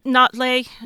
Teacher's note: It's kind of got a glottal stop in there